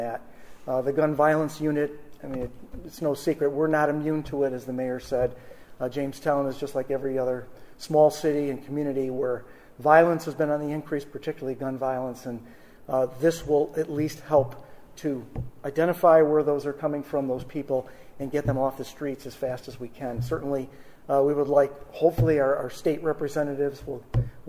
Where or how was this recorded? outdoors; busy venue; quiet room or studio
busy venue